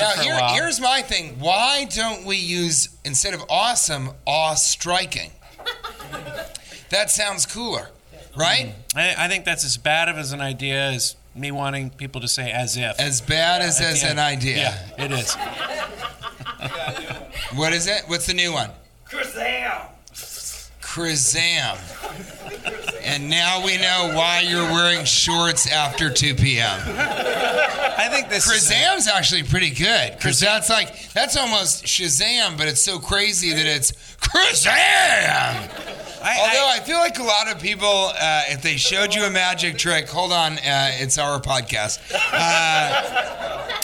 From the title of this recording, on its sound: Live from Virginia Beach Funny Bone